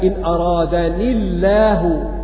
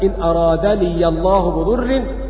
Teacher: بسكون الياء وصلا ووقفا · Shown in: first take